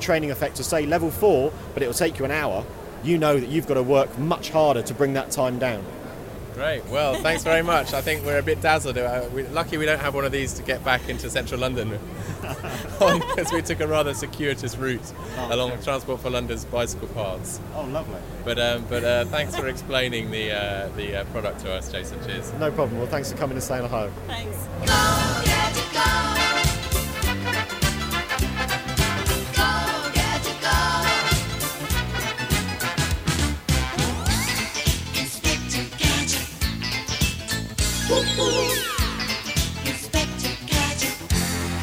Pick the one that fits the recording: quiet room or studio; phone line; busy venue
busy venue